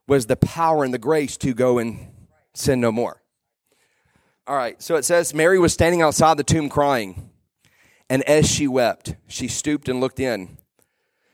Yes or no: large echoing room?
yes